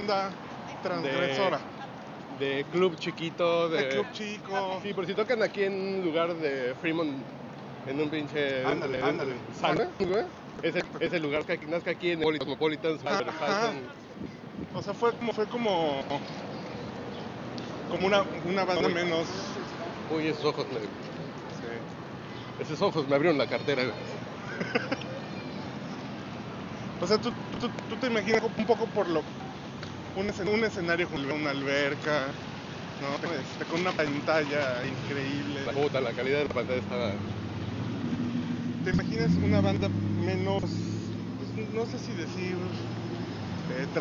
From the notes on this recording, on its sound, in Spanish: Desde el Strip de Las Vegas. Ahora vamos a la vez cuando estuvimos en Las Vegas.